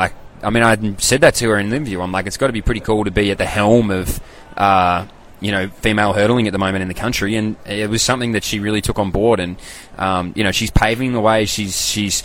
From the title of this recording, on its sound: LIVE FROM THE WORLD CHAMPS